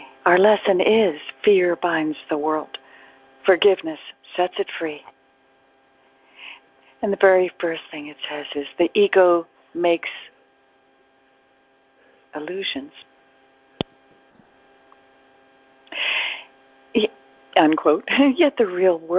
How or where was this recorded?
phone line